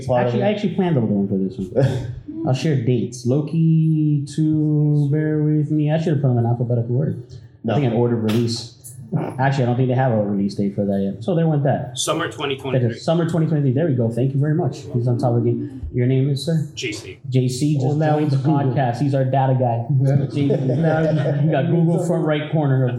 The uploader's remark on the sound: MCU/DCEU Discussion at the Sunrise Comic Con 2022.